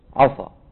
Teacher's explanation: فلو فخم قارئ هذه السين من عسى، فقط فخمها ما غير المخرج · Term: فخم السين